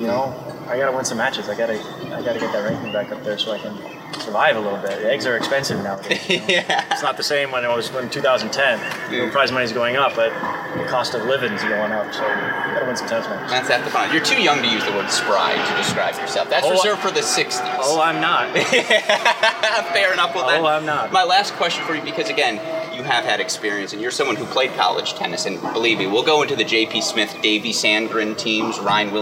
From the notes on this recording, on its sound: Live from the Cranbrook Tennis Classic after his Round-of-16 win.